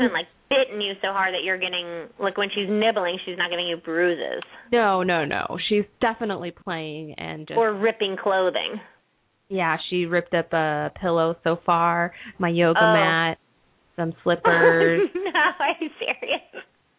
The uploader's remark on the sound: open up the lines for listeners to call